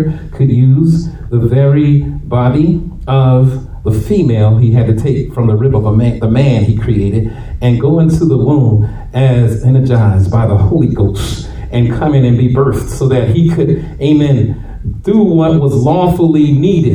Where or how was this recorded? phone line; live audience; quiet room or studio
live audience